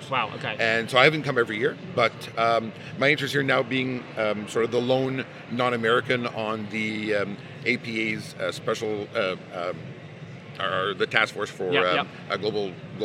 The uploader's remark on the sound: Recorded Live at American Payroll Association Congress 2019 in Long Beach, California.